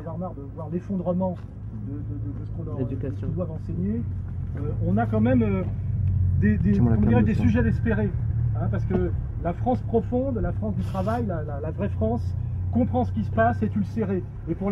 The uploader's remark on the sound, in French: En plein air. À Vence.